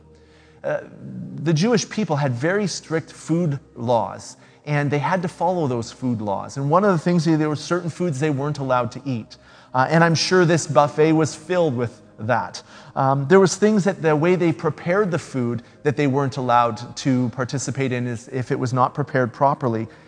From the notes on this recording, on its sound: speaks at SouthRidge Fellowship, a Langley church